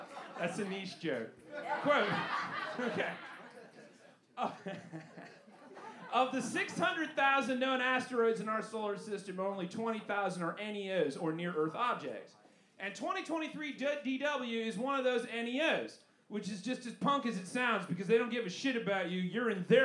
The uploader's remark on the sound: Recorded LIVE at the Historic Green Mill Cocktail Lounge 03/11/23